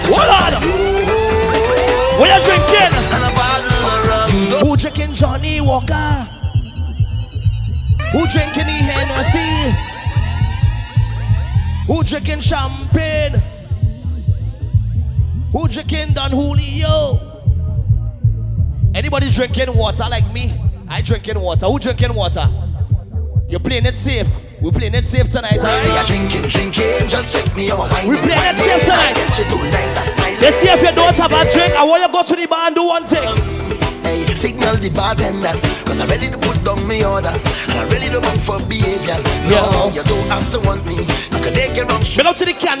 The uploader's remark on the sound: BRRRP BBQ 2023 LIVE AUDIO